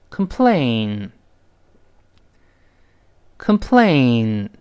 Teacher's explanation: 但轻读时呢，它这个字母 o 发 a 的音，所以读成 comcom，而不是 con